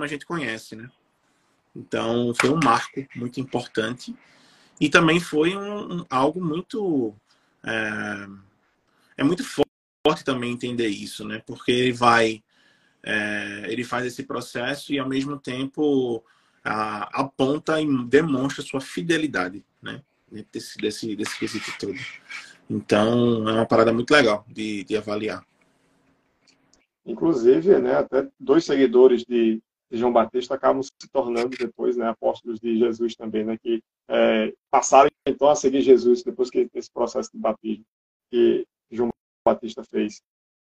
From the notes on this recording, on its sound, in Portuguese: Live realizada através do Instagram